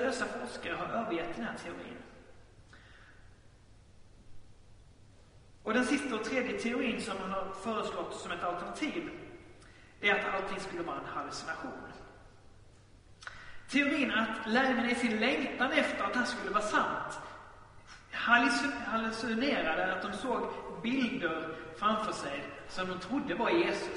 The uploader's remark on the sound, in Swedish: Inspelad i Baptistkyrkan Tabernaklet i Göteborg.